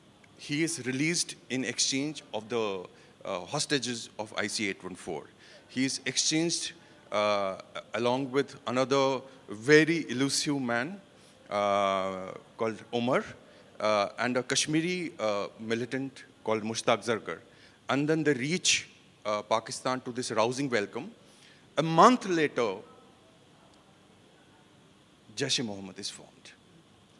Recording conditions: live audience